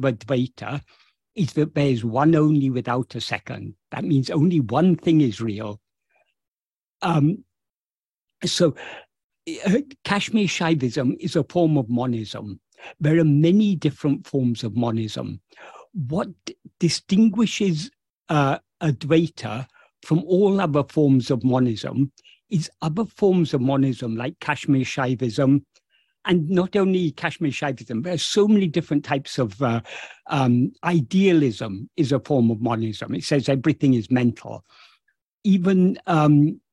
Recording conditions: video call